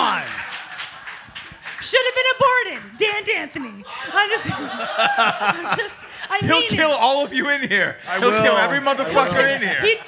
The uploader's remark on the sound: We are live in Hollywood at the American Legion Post 43! A couple hundred Southern California Drinkin’ Bros.